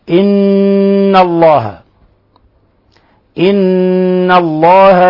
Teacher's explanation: وعندنا نون مشددة فتغن مقدار حركتين